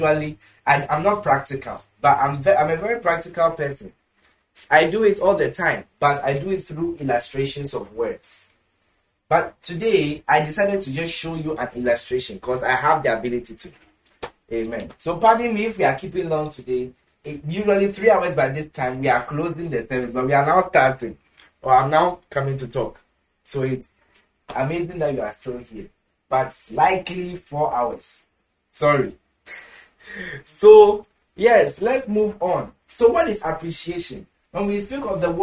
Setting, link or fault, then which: setting, large echoing room